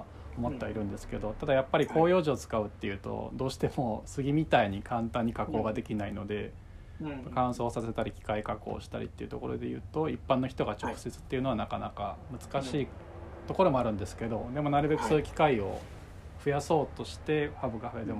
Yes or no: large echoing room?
no